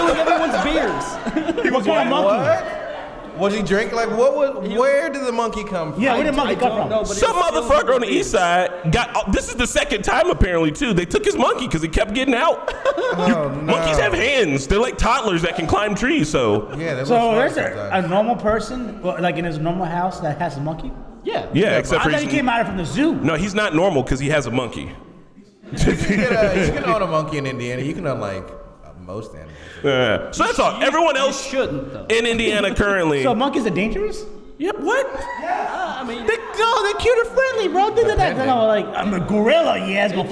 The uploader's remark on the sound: Filmed a live podcast from Normiecon a couple of weekends ago.